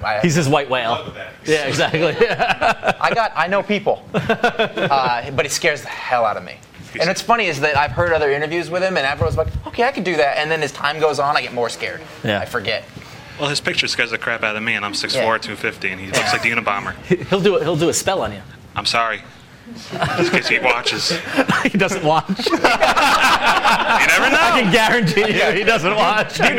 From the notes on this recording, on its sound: Recorded live in front of a comic book audience. At Jim Hanley's Universe! We talk the books of the week and take lots of audience questions.